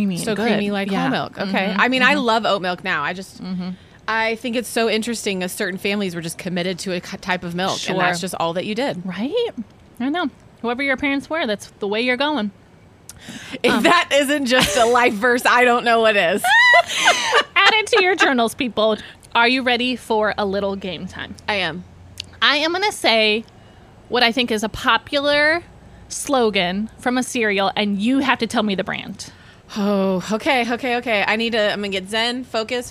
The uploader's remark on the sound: We are coming to you LIVE from Wanna Spoon Cereal Bar in Nashville, TN! We recorded on location, in the wild, on set to talk all things cereal and what better place to do that than a whole restaurant. Special thanks to our friends at Wanna Spoon Cereal Bar for letting us record on the patio with bowls of cereal in our hands!